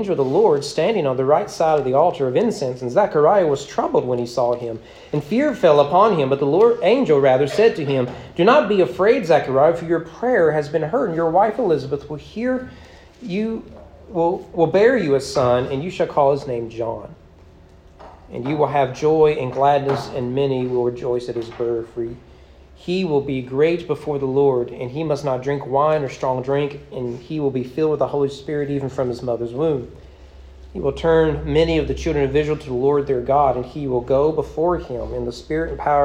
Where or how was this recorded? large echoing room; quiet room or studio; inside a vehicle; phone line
large echoing room